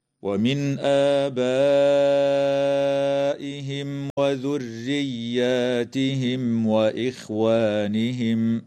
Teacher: وتمد الألف بعد الهمزة في كلمة آبائهم من قبيل مد البدل بمقدار حركتين . أما الألف التي قبل الهمزة في هذه الكلمة فتمد من